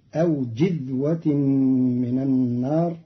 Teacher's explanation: قرأ قالون كلمة جذوة بكسر الجيم فتصير أو جذوة من النار، وهي إحدى لغاتها.